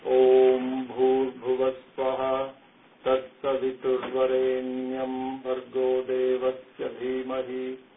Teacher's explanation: Kind of like an even pitch